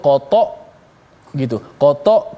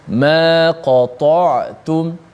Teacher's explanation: Jadi huruf Ain itu dilepaskan dengan sifat. Huruf Ain ini dia ada sifat tawasud. Pertengahan. Suaranya tidaklah terlalu lepas dan tidaklah terlalu tertahan. · Shown in: second take